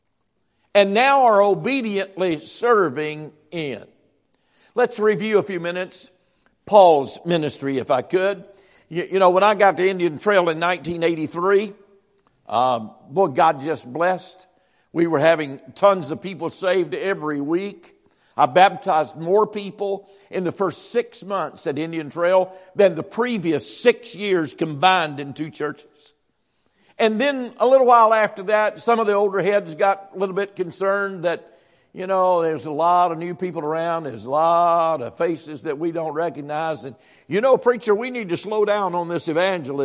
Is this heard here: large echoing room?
yes